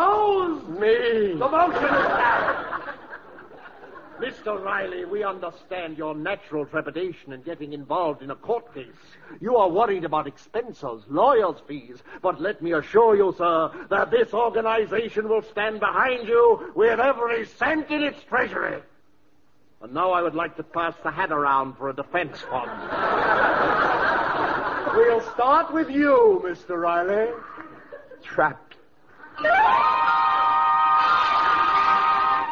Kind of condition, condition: setting, live audience